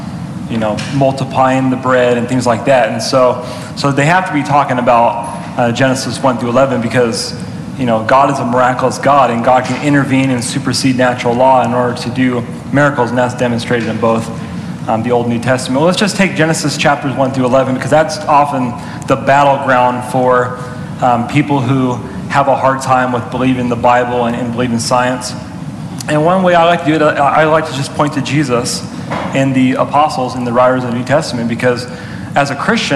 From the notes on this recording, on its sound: during a live Q&A session at Calvary Hanford